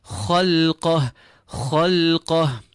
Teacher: Kha full, lam empty, and then qaf full again.